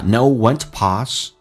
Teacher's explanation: When to 可以说成 t 被浊化，但是有时候更夸张说成 t. OK.而来体会一下 know when topause，知道什么时候 pause 停止暂停的意思，人生要暂停一下。 know when topause， you're